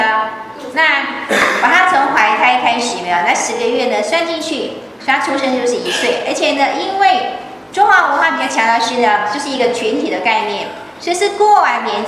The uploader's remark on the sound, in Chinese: 依舊是美國洛杉磯掌院的上課錄音。因為是親和集會，調子很輕鬆，講了不少故事。加上是現場錄音，可以感覺到美國同奮滿滿的熱情。